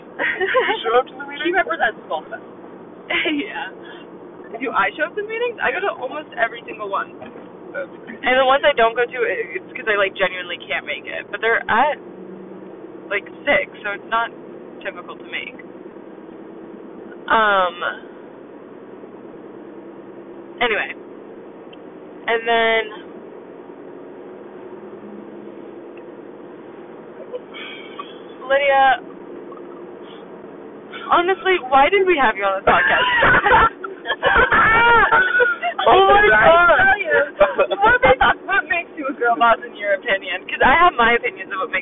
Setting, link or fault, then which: fault, poor sound quality